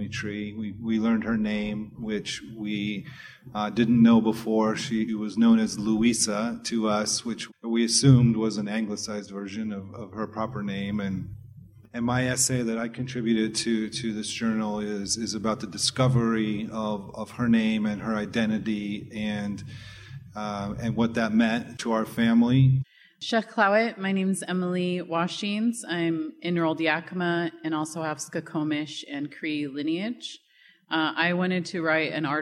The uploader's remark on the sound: Confluence and its supporters celebrated the release of the inaugural issue of the journal during a launch party and panel discussion on November 18, 2022 at the Oregon Historical Society in Portland, which is shared here in podcast format.